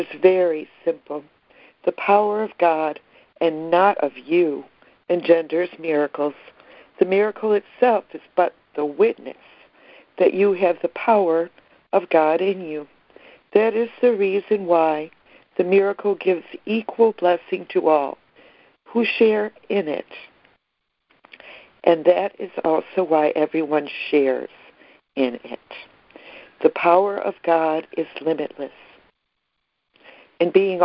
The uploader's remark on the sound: ACIM Daily Conference Call